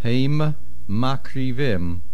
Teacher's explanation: Heim ends with the mem. Makrivim begins with a mem. Make sure we hear both.